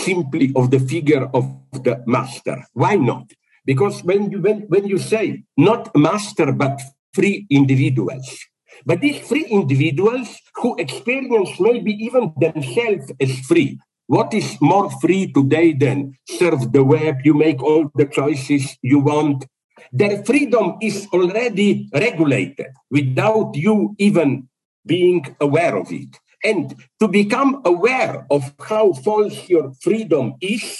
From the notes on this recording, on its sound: This is a recording of a Zoom presentation from 21st December 2022 for the Walden Korea Lecture Series, as part of the International School of Philosophy in ASIA (ISPA).